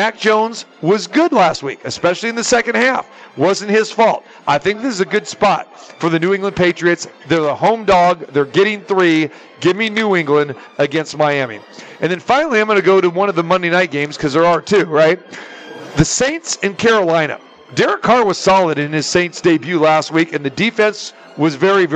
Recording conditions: busy venue